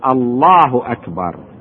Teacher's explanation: إذن هذه هي القاعدة، ينبغي أن يفخم الإنسان لما يكبر يقول الله أكبر، يفخم اسم الجلالة ويفخم الراء والباء من أكبر، ممكن يقول أكبر فرققها مو غلط لكن مو فصيح.